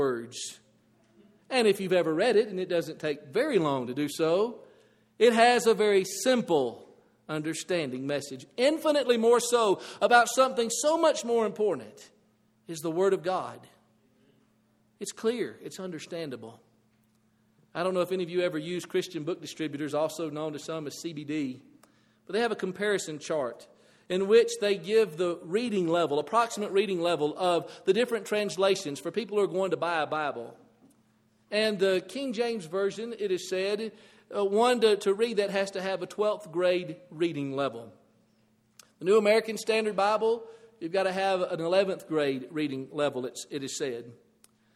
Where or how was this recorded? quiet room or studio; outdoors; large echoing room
large echoing room